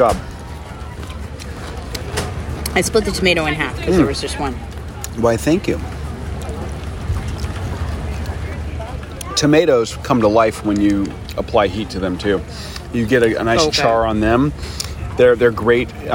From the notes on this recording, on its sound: We break down these options as we give our “hot takes” that we recorded at the park.